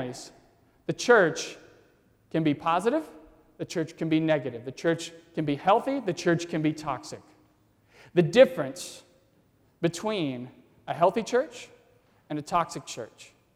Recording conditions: large echoing room